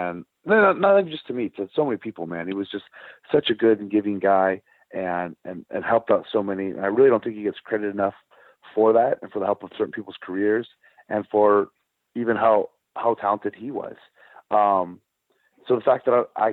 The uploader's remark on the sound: This is the full audio from the August 29, 2019 Impact Wrestling Media Call.